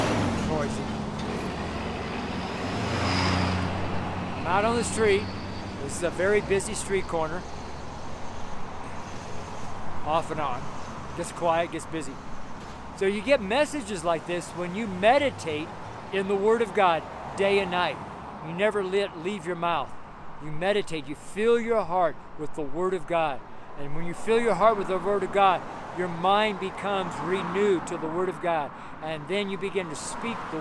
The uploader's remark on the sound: STREET SERMON